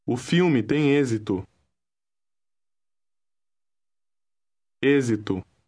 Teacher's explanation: the X is pronounced like a Z